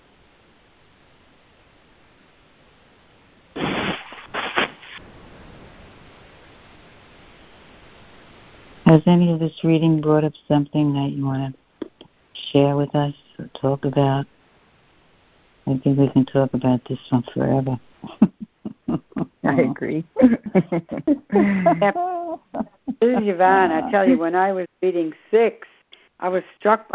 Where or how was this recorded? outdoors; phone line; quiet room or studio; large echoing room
phone line